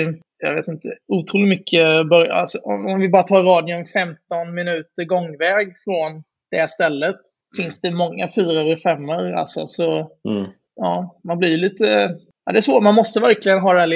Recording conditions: poor sound quality